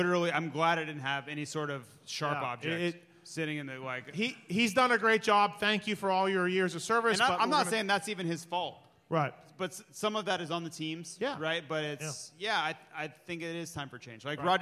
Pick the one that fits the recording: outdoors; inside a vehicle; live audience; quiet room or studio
live audience